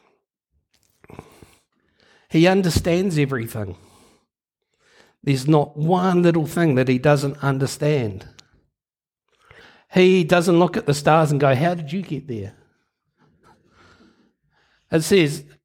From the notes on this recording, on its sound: Recorded Live at Harvest Life Church, Blenhiem, New Zealand on Sunday 23 January 2022.